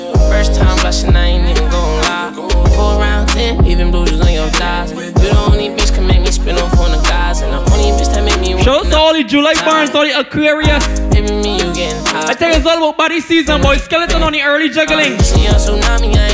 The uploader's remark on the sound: LIVE AUDIO. Live set from Baddie Szn July edition.